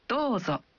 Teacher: Saat Anda mengatakan Dozo. Anda mengucapkan vokal O dalam Do. Satu ketuk lebih panjang.